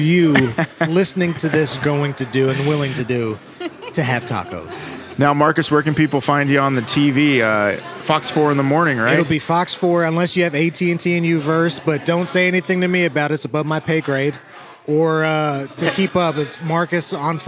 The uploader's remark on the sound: On Location! This week we're ON LOCATION in Martini Corner but we're not sippin' martinis. We're taste testing the tasty tacos at the brand new BARRIO TAQUERIA (in the former Sol Cantina building).